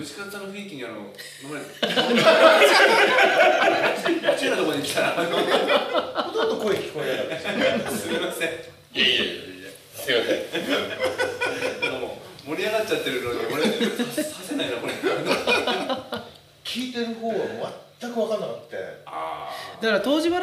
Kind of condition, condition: fault, poor sound quality